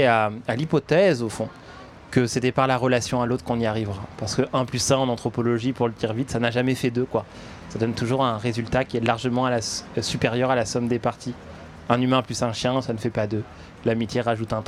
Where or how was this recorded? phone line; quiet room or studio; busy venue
busy venue